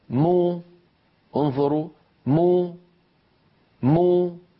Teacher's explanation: فبتباعد الشفتين خرجت الميم وبانضمام الشفتين خرجت ضمتها